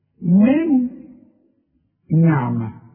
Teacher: كأنها نون واحدة مشددة · Term: إضغام